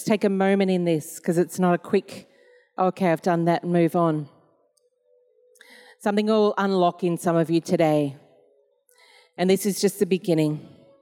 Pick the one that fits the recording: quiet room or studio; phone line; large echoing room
large echoing room